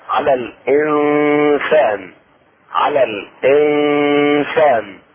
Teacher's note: اخفاء النون الساكنة عند السين · Term: مع الغنة